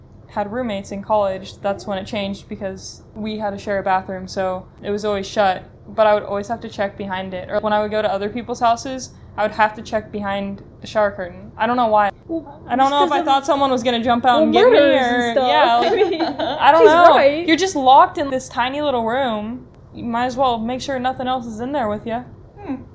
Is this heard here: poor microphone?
yes